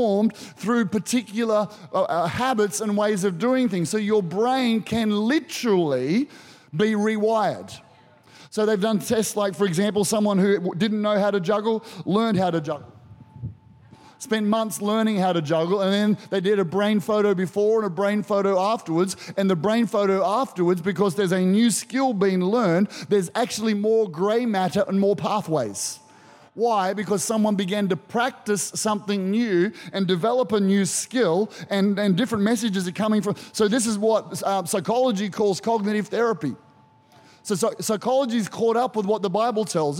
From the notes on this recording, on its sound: Recorded during our 9am service on Sunday, the 23rd of April 2023